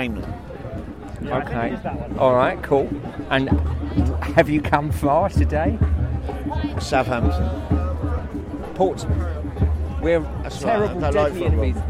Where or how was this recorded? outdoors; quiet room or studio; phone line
outdoors